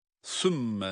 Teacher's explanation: sa harfi peltek, mim de şeddeli, dolayısıyla mimi tutuyoruz